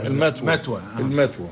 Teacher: ما زلنا نستعملها في العامية المصرية مع إبدال الثاء تاء